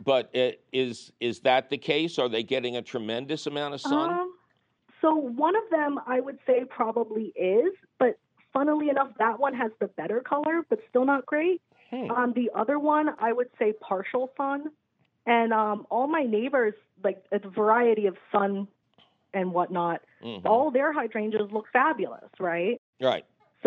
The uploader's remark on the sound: your 'salty' phone calls!